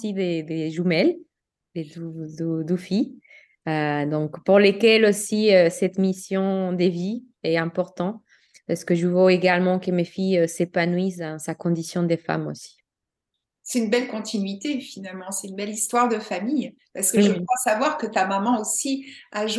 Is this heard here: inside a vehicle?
no